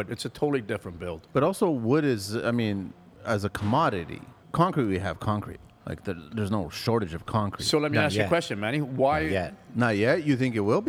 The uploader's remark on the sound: We are back at the R Club recording another great podcast